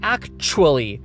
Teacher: the T in actually is actually pronounced more like a CH